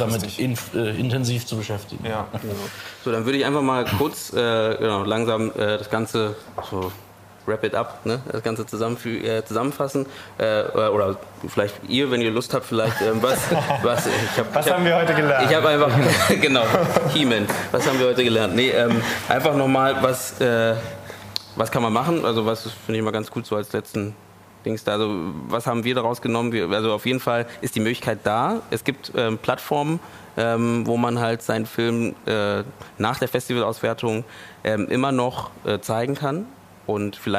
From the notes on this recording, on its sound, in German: Live vom Bildrausch Festival. Wir nehmen den Roundtable Live beim Bildrausch-Kurzfilmfestival.